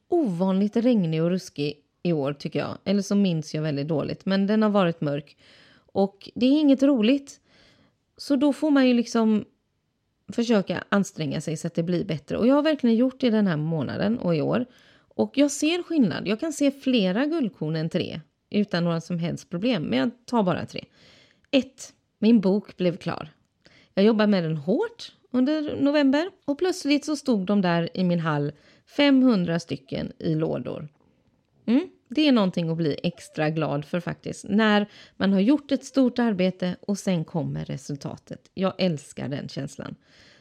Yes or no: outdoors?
no